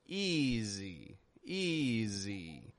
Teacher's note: I'm not saying easy, easy, but I'm stretching it out. I'm giving the S a little bit more voice. Z, easy, easy.